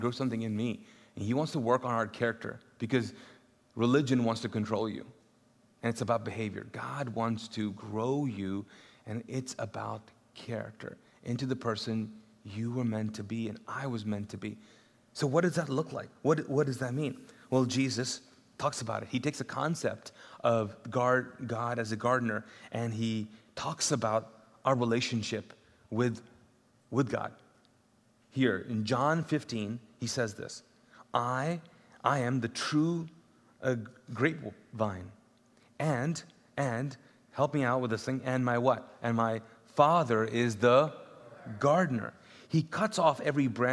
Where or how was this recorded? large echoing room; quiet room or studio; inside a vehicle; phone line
large echoing room